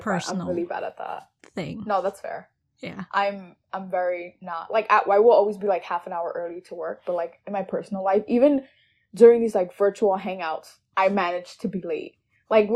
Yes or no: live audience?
no